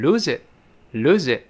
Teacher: Lose 跟 it 连读变成 loseit， loseit，最后那个 t，失去爆破